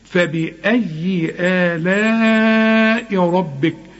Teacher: طبعا الراء مفخمة، الباء في مرققة جدا لأنها مكسورة